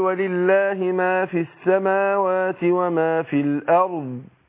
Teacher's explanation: فبقول ولله ما في خدت بالك نطقت بعد الفاء على طول ايه السين، خدنا بالنا، لان عندنا السين ادغمت فين، ادغمت في اللام، ادغمت في السين، اللام ادغمت في السين، زي ما بقول الشمس، اللام هنا ايه شمسية فادغمت في السين